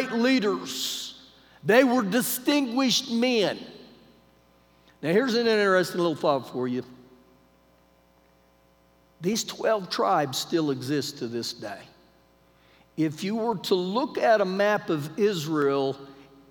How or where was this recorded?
large echoing room